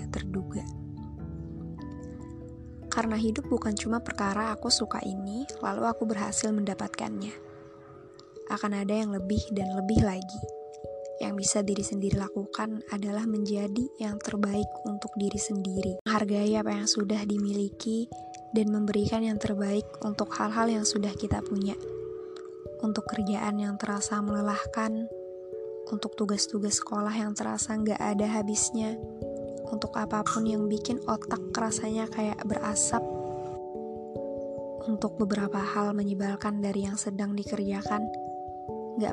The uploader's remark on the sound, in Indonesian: maaf kalooo berisik aku sambil pletekin bubble wrap